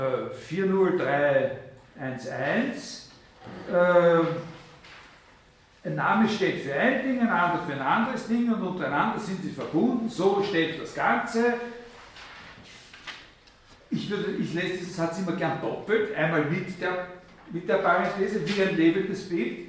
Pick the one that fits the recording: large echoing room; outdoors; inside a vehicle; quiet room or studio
large echoing room